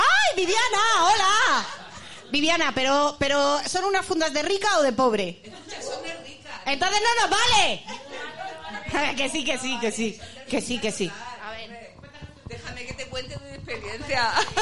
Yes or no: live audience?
yes